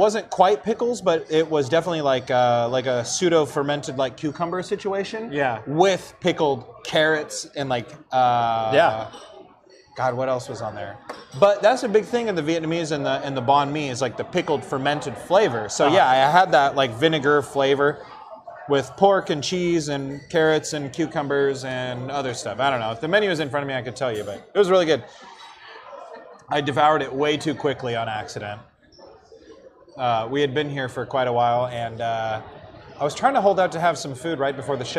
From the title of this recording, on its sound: LIVE from Faultline Taphouse in Sunnyvale!